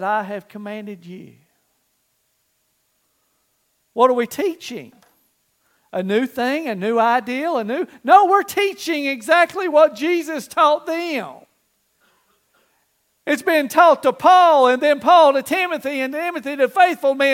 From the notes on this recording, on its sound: Recorded live April 23rd, 2023